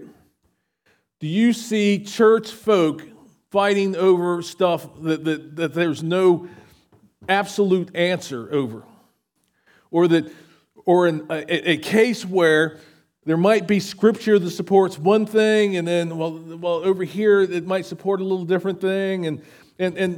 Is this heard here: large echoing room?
yes